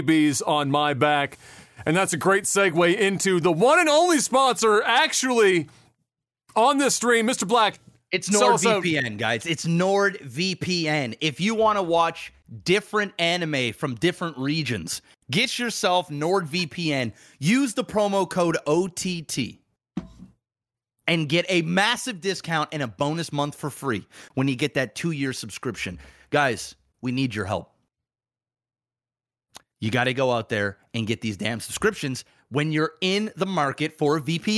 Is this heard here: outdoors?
no